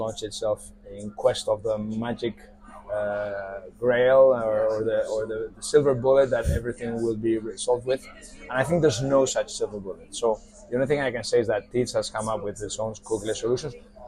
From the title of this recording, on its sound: Live in Cannes Lions Festival 2023